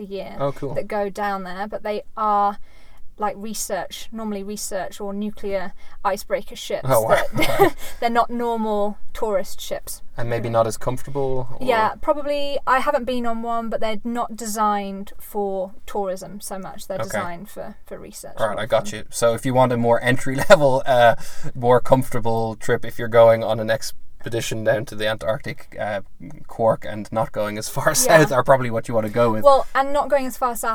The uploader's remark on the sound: Live from the South African bush.